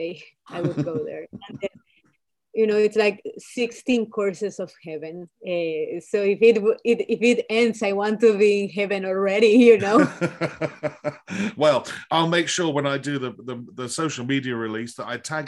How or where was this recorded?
video call